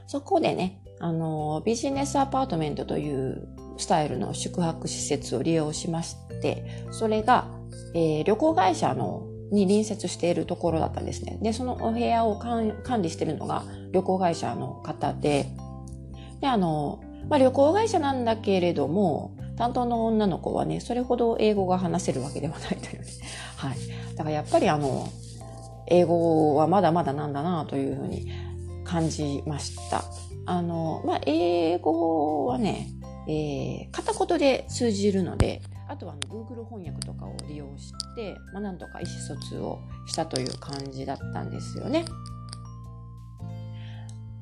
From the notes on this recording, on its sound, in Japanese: 少し雑音が入っています